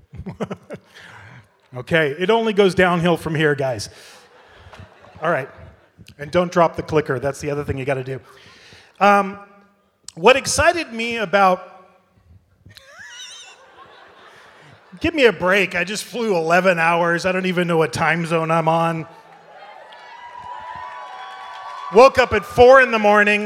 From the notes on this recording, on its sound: Halloween Horror Nights at Universal Studios Hollywood, live from Midsummer Scream. This is the full panel presentation.